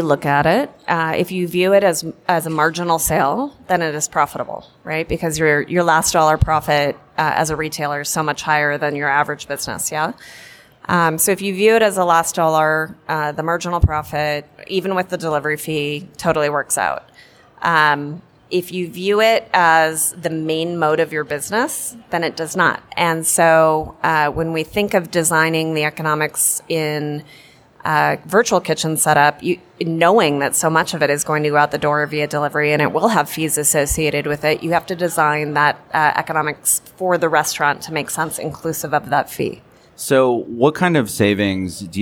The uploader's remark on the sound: Portions of this episode were recorded live in front of a studio audience at Las Vegas Convention Center during ICSC RECon 2019.